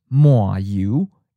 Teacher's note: But the Penhaikyu seaport-leaning accent changes to a third tone, low falling.